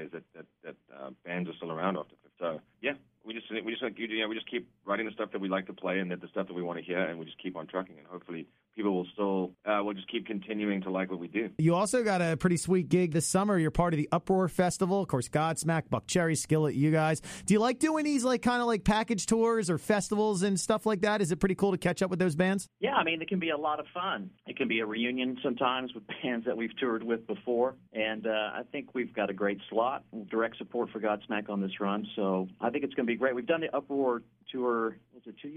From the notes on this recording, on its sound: on the phone